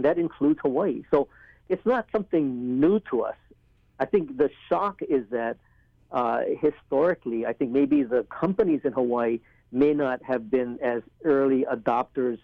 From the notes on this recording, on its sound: In today's live call-in show